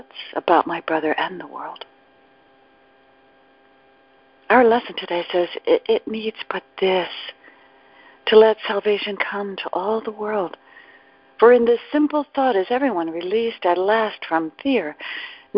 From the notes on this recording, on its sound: ACIM Daily TEXT Conference Call